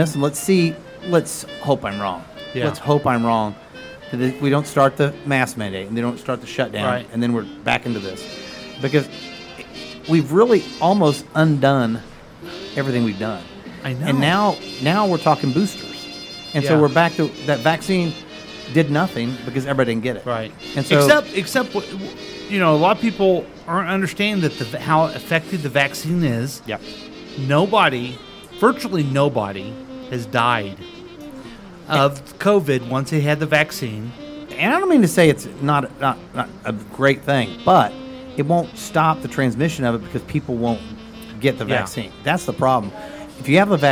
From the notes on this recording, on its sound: Live from The Lakewood Local.